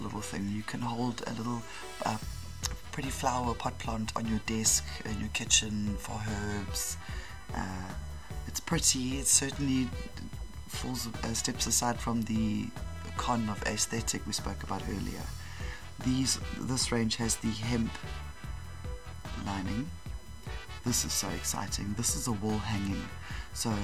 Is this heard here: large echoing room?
no